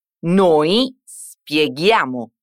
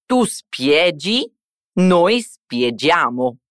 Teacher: aggiungiamo l'H nell'ortografia per mantenere la pronuncia gutturale uguale al resto · Shown in: first take